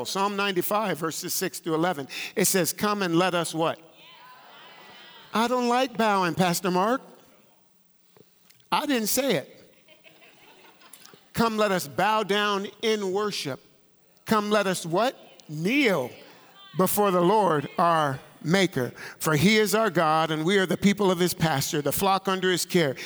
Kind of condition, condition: setting, large echoing room